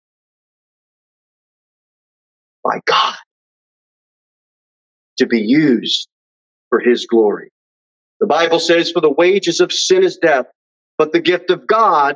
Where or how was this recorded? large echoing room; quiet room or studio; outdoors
large echoing room